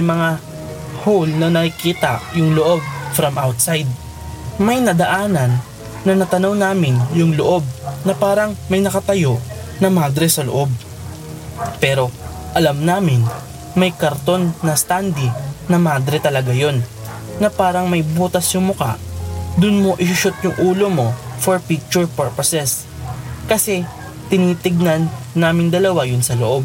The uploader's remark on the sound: Relaxing rain sound in the background too!